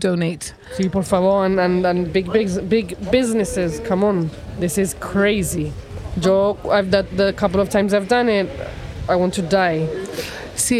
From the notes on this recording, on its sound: Live from Main Street and sitting on a nice bench under a tree. A normal afternoon downtown.